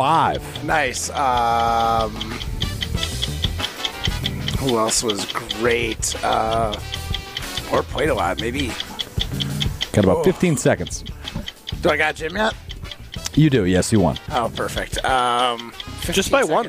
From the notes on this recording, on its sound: live at University Ridge Golf Course